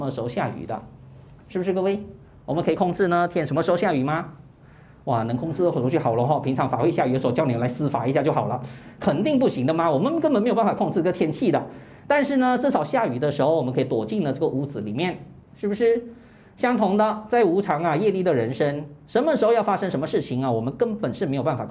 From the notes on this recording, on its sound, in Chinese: 2023清明开示【现场录影】。